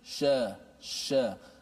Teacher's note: bila kita menyebut shin makhrajnya di tengah lidah